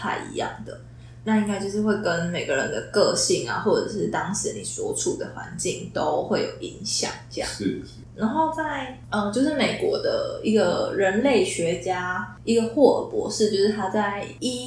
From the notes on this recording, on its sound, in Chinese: 抱歉這集麥克風收音不太好。正努力的嘗試使用Audacity錄音以及後製。